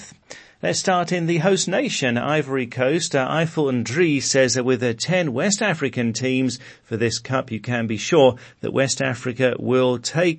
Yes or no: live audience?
no